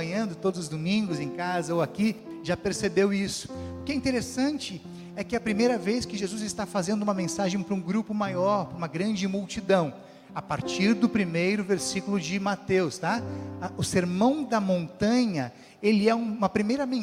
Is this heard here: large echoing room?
yes